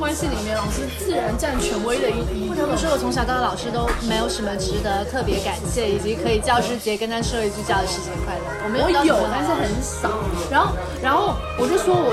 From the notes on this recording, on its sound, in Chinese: 在酒吧一起聊学生时代的霸凌事件。一起在酒吧录制的番外播客。这期背景音会很吵，录音质量不那么清晰。你能忍受欢欣的酒吧音乐。